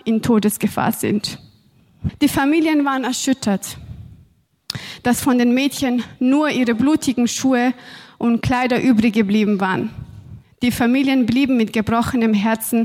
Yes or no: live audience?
yes